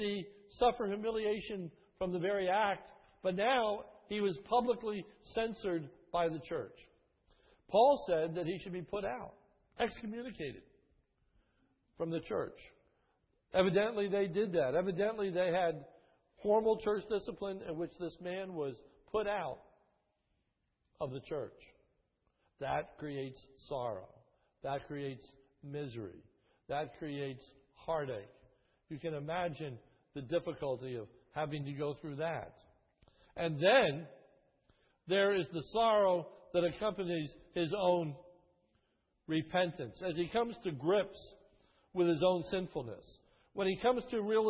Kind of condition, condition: setting, large echoing room